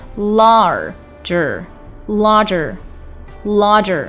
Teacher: 注意这两个卷舌音，这个单词里两个卷舌音一定不要丢掉。在美式英语中，只要看到字母 R 出现，一定要去卷舌尖发一个的音 larger largerlarger、啊、不要读成 largerlarger。再来看第三个重点单词 grow，不要读成 growgrow，注意字母 r 发的是一个 r 的音，而不是中文的 r 的音、啊、舌尖是需要往后卷的，而不是和上牙龈去接触或者摩擦发这个 r 的音、啊、grow grow 接下来我们来看最后一个重点单词 vegetable、啊、不要读成